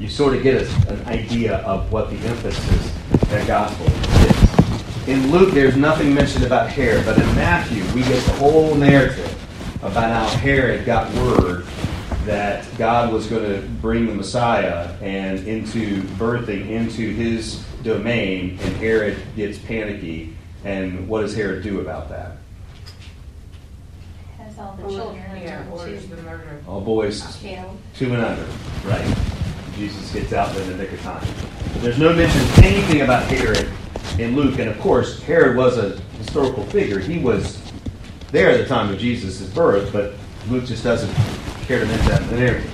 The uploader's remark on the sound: Audio and PowerPoint from the On The Way New Testament lecture. My apologies for the terrible audio – I realized what I did and will fix it for next time! Trinity Presbyterian Church - Charlotte, NC.